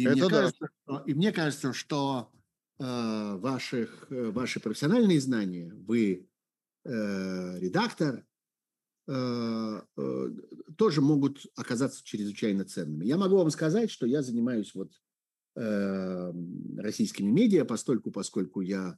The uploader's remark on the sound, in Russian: Zoom-разговор со зрителями в прямом эфире